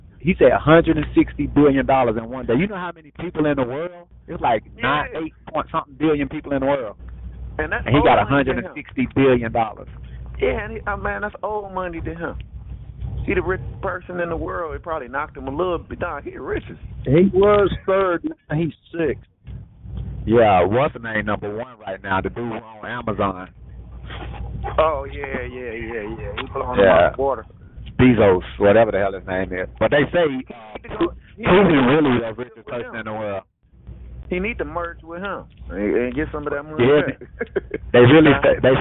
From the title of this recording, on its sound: Conference Call